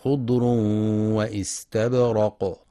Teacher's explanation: ينتبه القارئ برواية حفص في كلمتي خضر واستبرق لتنوين الضم